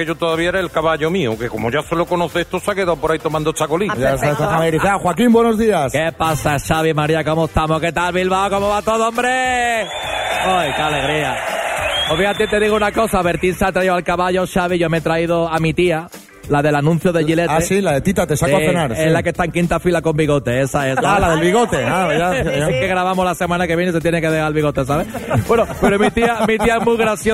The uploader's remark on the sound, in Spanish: en directo desde el MUSEO GUGGHENHEIM BILBAO